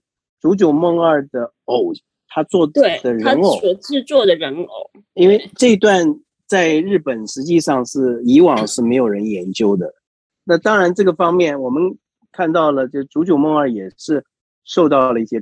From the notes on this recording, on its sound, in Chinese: 本集採線上錄製。